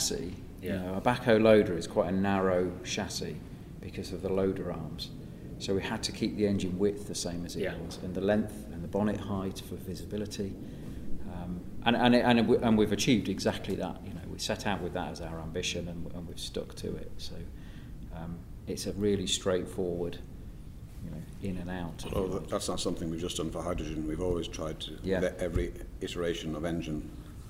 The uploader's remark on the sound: Recorded with JCB at CONEXPO-CON/AGG in Las Vegas.